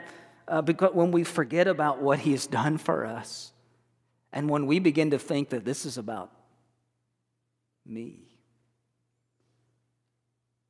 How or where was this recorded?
large echoing room